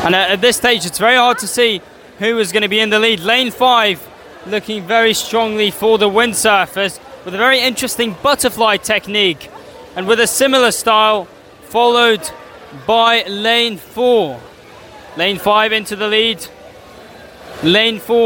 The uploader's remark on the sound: Welcome to St Sidwell's Point and welcome to live coverage of the Ultimate Swim Off - a Movember charity event involving six aquatic clubs: Swimming, Canoe, Surf, Waterpolo, Triathlon and Windiriding!